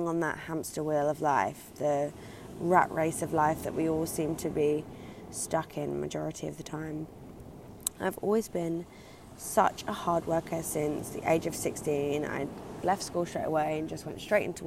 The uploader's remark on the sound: Recorded live by the Atlantic Ocean.